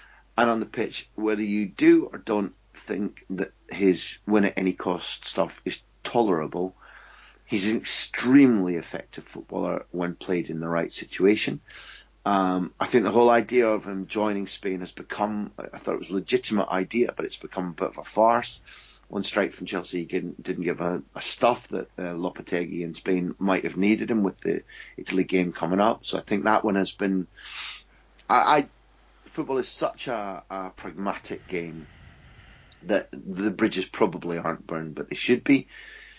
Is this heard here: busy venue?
no